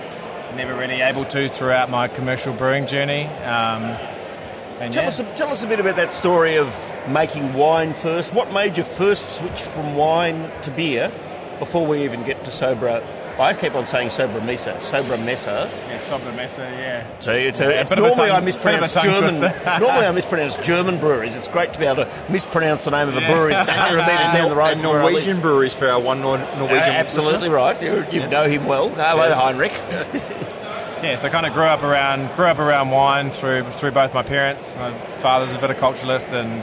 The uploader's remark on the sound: As this was an outside broadcast the audio is not of the high quality we normally aim